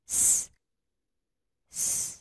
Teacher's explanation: 双唇微微张开，舌端靠近上齿龈，气流从舌端和齿龈间通过，形成摩擦音，声带不振动 · Term: 摩擦音 S